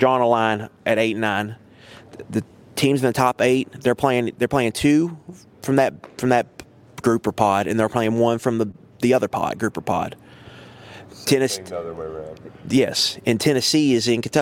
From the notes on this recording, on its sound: Live from NFL Combine. Live once again from the NFL Combine in Indianapolis.